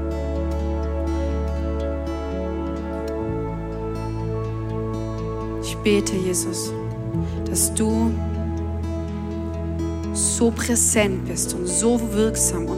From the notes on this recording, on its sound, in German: Audiomitschnitt der Predigt